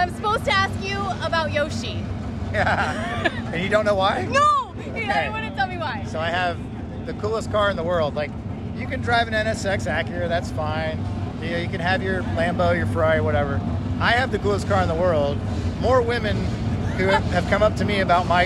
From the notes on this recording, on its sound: walking down to INDYCAR practice